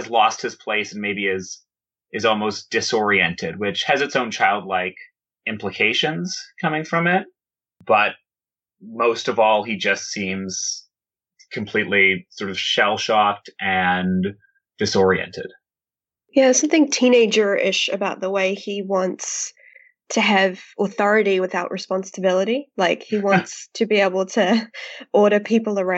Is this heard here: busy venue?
no